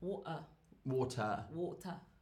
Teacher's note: we don't say R's at the end of a vowel